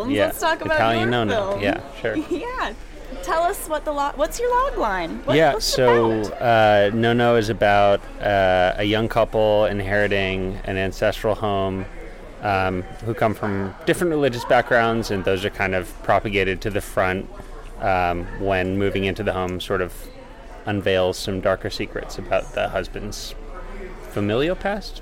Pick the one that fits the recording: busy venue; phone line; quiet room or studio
busy venue